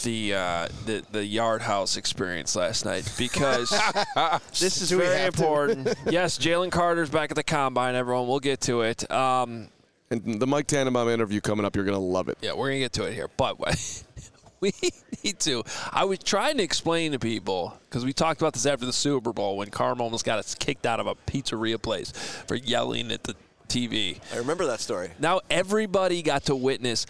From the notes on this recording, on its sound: Live at the NFL Combine! Returns to Indianapolis on Day 3.